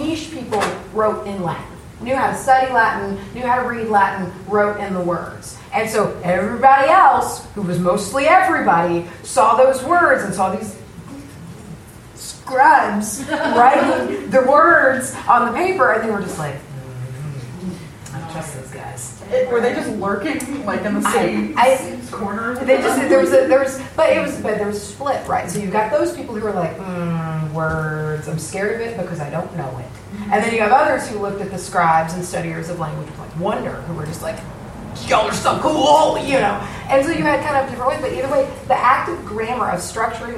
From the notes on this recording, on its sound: Prom Night Live Show. We decided to share the live & uncut Prom Night recording with you! Add some singing and audience participation in the mix.